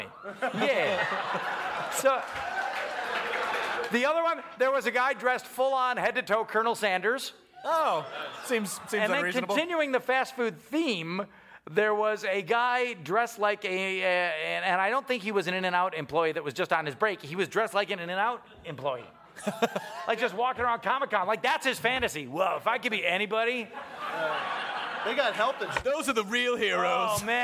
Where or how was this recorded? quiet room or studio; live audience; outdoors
live audience